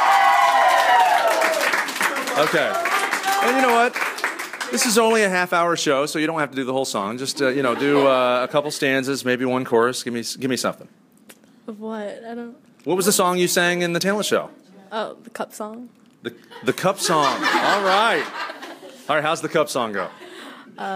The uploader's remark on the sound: Live from the University of Oregon. This episode begins with a live studio audience at the University of Oregon honoring the ‘O Heroes’ for their community service projects.